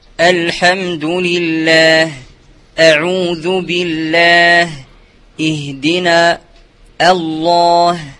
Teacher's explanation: وإنما حذر من تفخيمها مع دخولها في المستفلة لبعد مخرجها واتصافها بالشدة والجهر، وكرر الأمثلة ليبين أن الهمزة لا بد من ترقيقها سواء جاورها مفخم كاسم الله أو مرقق كالبواقي أو جاورها رخوي كالهاء أو غيره كاللام والعين المتوسطتين أو جاورها متحد معها في المخرج كالهاء. · Term: ترقيق الهمزة